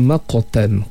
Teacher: qalqalah sedikit pantulan pada huruf qaf yang mati · Term: qalqalah sughra